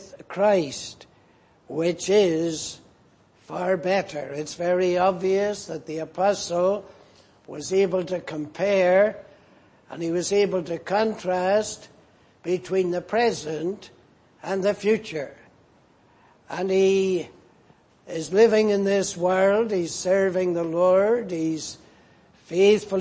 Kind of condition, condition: setting, large echoing room